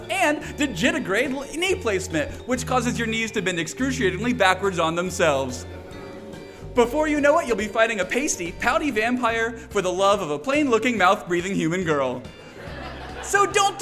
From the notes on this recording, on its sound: Performed live at The Highland Inn Ballroom in Atlanta Georgia on October 5th and 6th, 2015.